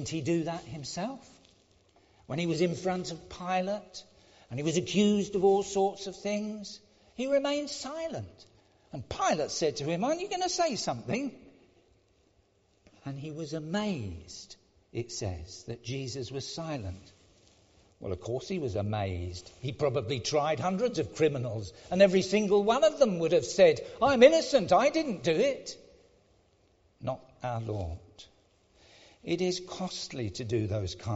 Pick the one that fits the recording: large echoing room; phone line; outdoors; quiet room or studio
large echoing room